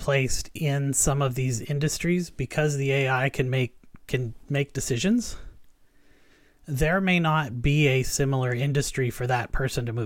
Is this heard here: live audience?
no